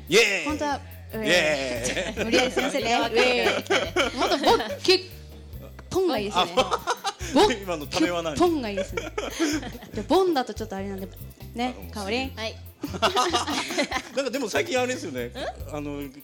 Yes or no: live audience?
yes